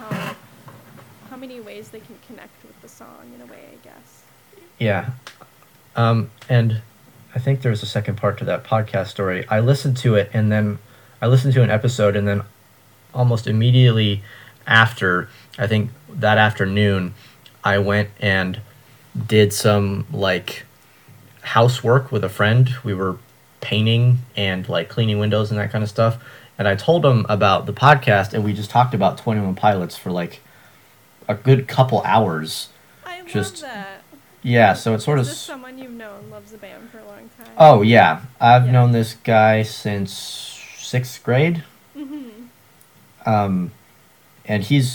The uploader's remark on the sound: Despite some polarizing audio levels